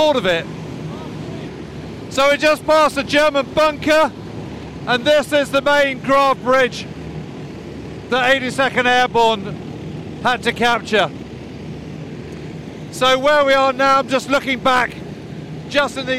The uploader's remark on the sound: rides in a Sherman tank up the same road outside Nijmegen and towards the Groesbeek Heights